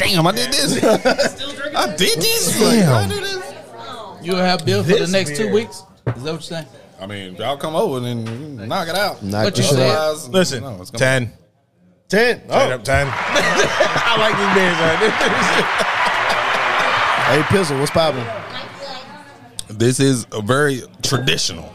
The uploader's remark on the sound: On today's show, we live at Panther Creek Brew's.